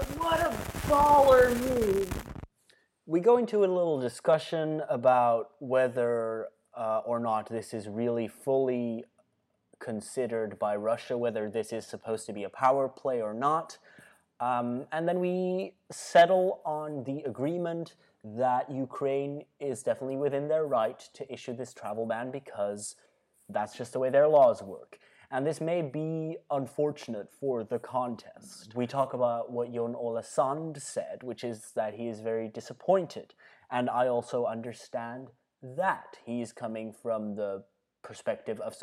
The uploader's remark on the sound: The audio quality in this episode is pure hot garbage. It sounds like trash.